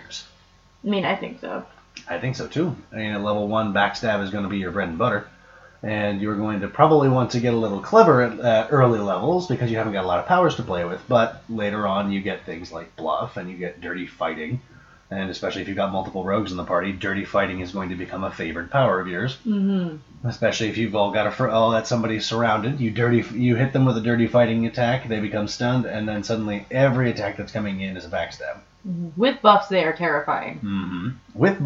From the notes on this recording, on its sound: We apologize for the poor voice quality in this particular episode. We did not realize the wrong mic was being used until we finished the show.